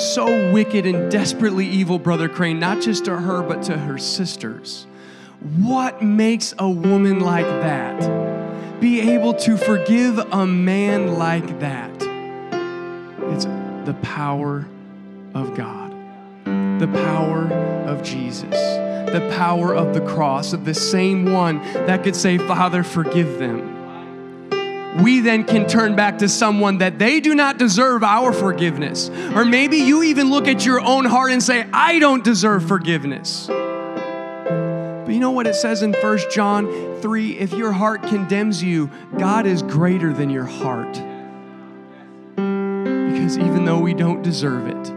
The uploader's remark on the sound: a service recording from Connect Point UPC